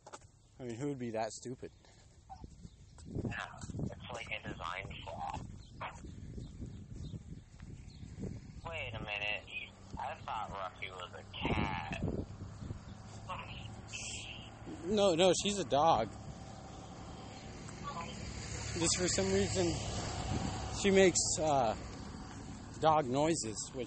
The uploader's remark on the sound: Here we walk and talk